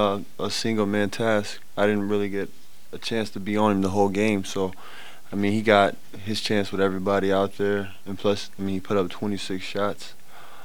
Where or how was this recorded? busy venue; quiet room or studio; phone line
busy venue